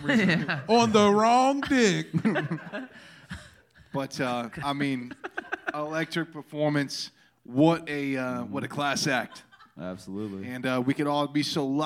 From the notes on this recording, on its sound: Live Pod that took place at Brain Dead Studios LA on September 5th, 2023